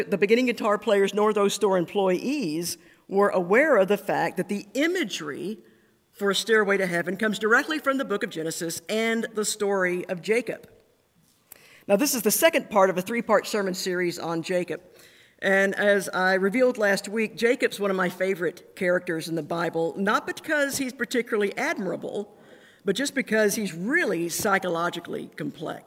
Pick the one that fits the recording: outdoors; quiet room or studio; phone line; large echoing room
large echoing room